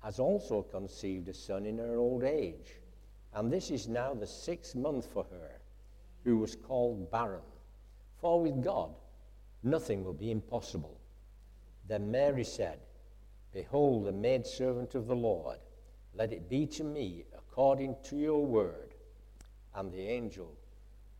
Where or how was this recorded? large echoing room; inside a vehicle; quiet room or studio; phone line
large echoing room